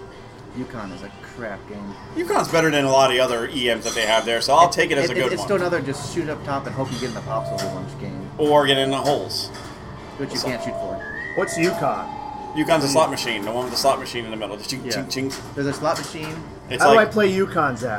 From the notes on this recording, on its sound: Live from the Silverball Saloon. Pinburgh 2019.